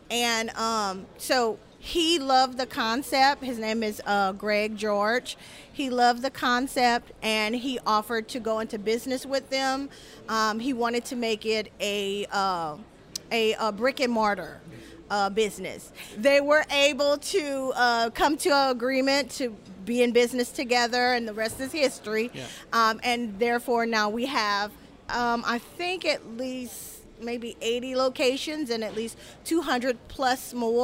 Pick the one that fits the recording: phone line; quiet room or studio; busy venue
busy venue